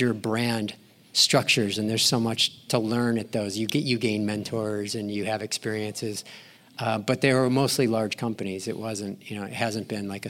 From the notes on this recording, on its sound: LIVE at EAMC 2023. Live from the Emerald City. At the Event & Venue Marketing Conference for our second live episode of Adventures In Venueland. Join us in Seattle.